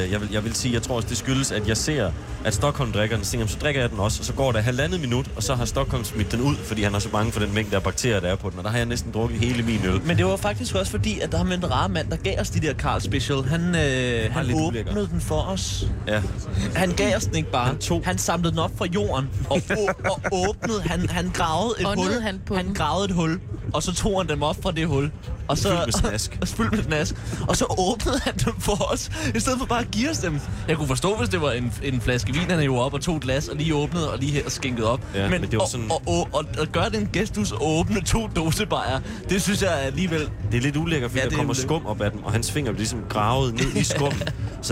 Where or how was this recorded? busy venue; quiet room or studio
busy venue